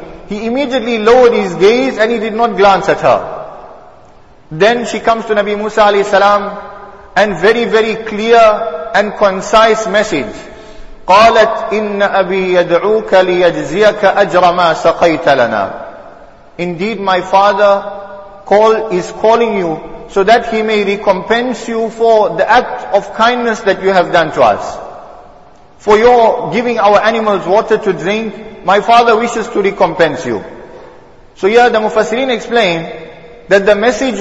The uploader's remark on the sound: Jumuah lecture